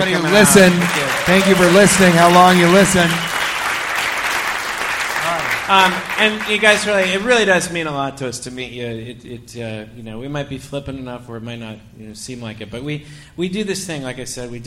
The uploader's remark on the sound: Live from Legends Mall